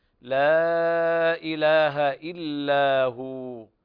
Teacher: والواو نقف عليها بمد حركتين · Term: مد التعظيم